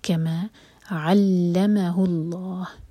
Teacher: لام جلالہ ہیوی اور لاہ، لاہ ہم چار حرکہ کھینچیں گے کیونکہ یہاں پر ہم ہا کو ساکن کر کے رک رہے ہیں، تو یہ ہوگا مد عارض للسکون.